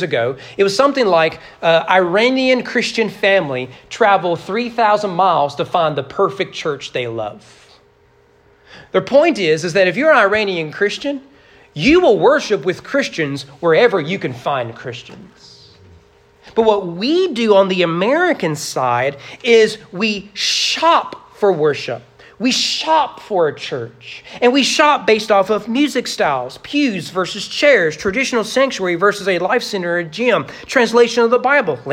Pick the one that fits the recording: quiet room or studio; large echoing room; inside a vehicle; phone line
large echoing room